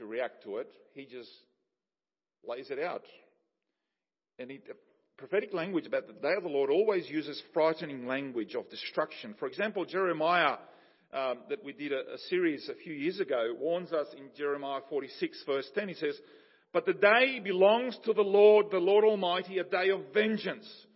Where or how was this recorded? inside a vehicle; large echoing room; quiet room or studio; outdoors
large echoing room